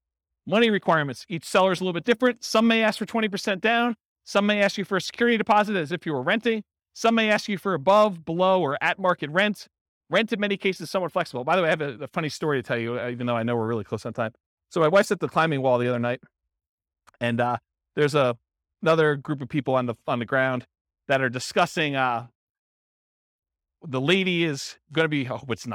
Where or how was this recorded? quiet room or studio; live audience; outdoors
live audience